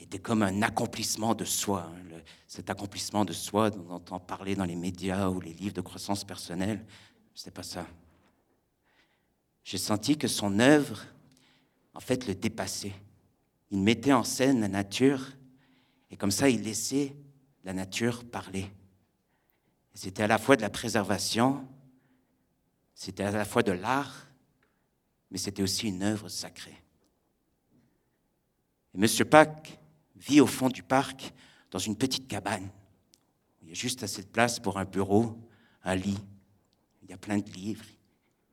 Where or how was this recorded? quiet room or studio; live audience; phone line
live audience